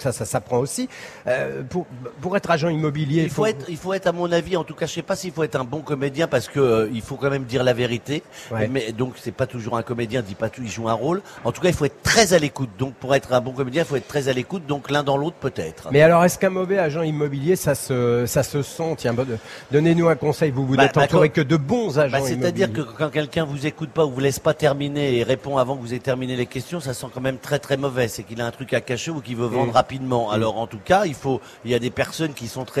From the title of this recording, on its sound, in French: en direct de la Foire de Paris